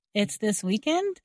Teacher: So it's not really in the question form, where we usually change the order of the subject and verb. Instead, here we are using the same word order, but adding rising intonation to clarify we heard correctly